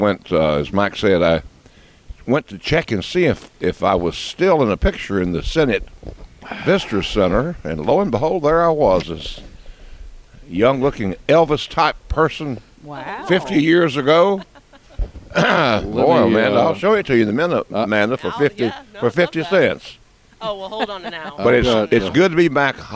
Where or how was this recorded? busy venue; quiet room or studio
busy venue